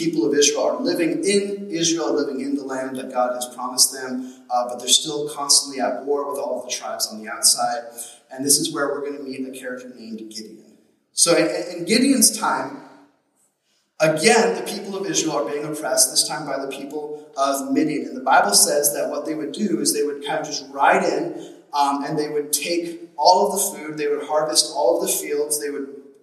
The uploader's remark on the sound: We apologize for the poor audio quality in this message as we were experiencing technical difficulties